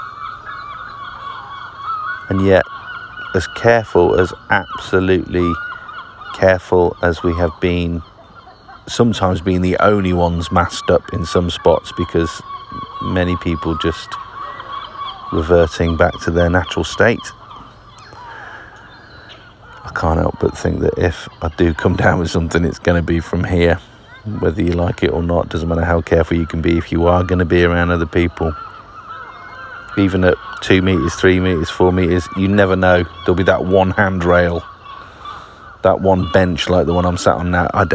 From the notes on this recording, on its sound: I’d packed a load of radio and recording tech but used hardly any of it. The audio above was recorded mainly on my phone. The only audio not recorded on my phone was recorded with my radio. It has a handy feature where you can record both transmitted and received signals. Just a snippet as I only recorded the first couple of contacts.